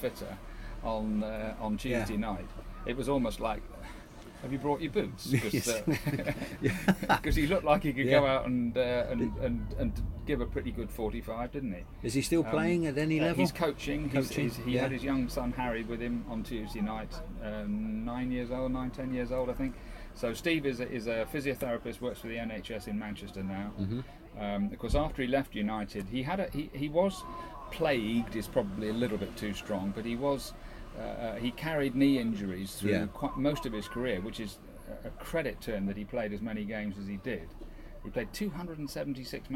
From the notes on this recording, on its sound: The Podcasters log off and head for the beach, where the week's Plainmoor news and gossips is punctuated by the gentle sounds of passing holidaymakers, lapping waves and chihuahua-hunting seagulls.